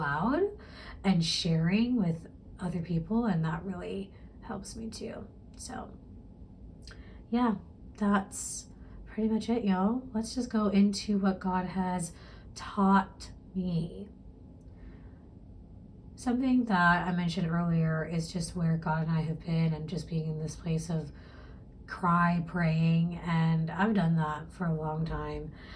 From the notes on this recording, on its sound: Poor audio in this one because microphone didn't want me to be great!